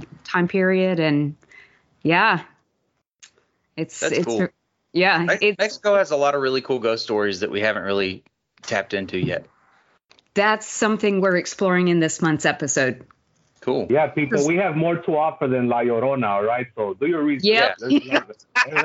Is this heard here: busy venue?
no